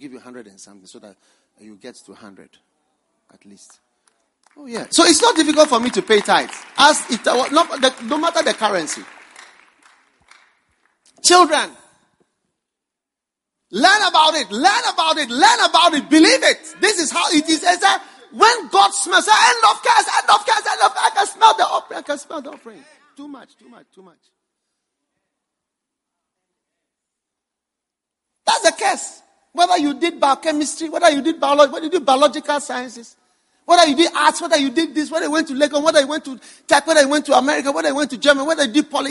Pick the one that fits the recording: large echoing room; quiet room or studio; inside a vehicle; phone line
large echoing room